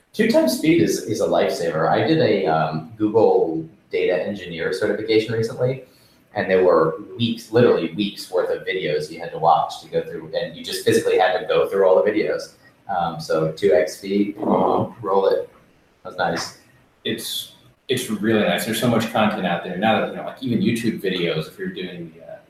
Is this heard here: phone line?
no